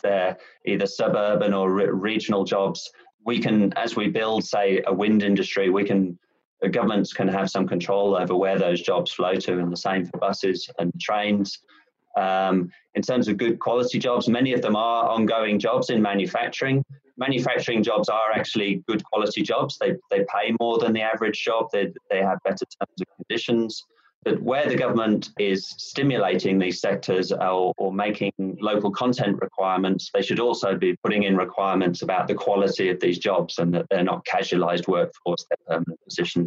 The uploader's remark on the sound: Climactic has adapted the event to audio, by shortening and producing the webinar recording into a version you can enjoy over headphones.